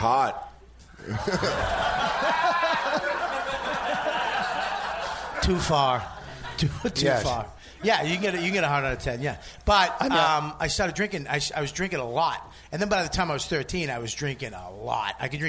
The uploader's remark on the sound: Live from Skankfest. We get right into it in front of a LIVE audience at The Creek and The Cave with Skanks everywhere!